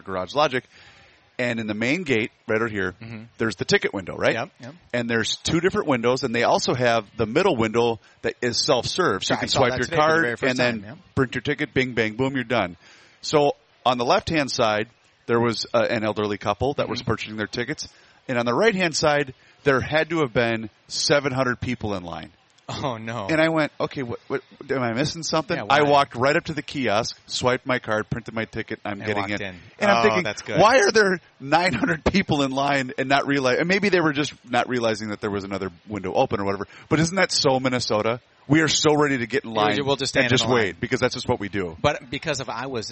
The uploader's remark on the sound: live at the MN state fair